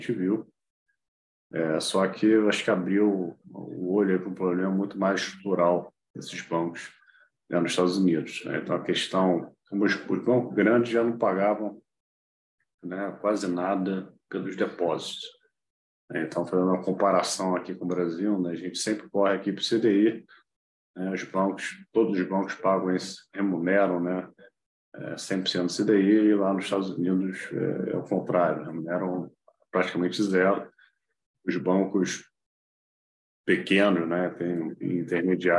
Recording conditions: video call